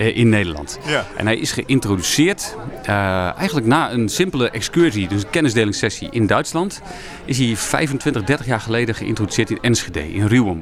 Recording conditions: busy venue